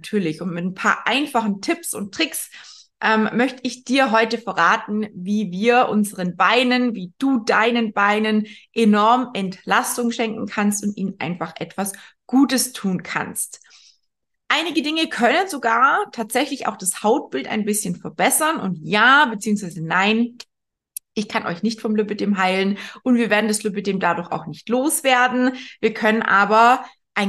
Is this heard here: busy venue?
no